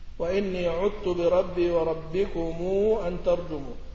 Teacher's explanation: وأدغم الذال في التاء من عذت